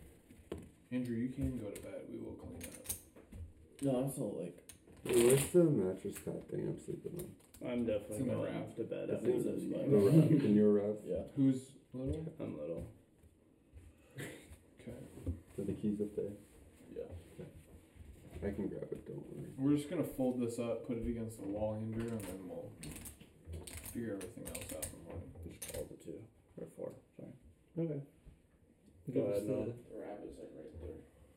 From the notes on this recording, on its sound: The audio is dialed back a bit